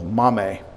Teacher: the accent is on the first syllable